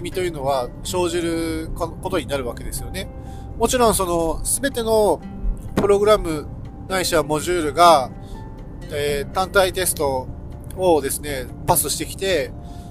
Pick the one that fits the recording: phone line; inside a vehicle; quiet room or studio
inside a vehicle